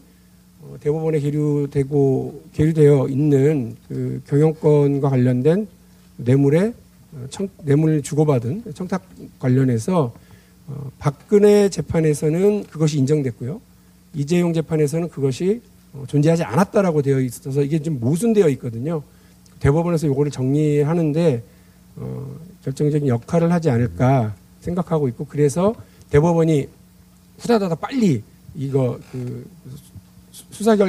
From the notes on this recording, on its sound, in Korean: 특집공개방송 꼭두새벽 라이브. 잠깐만 공연.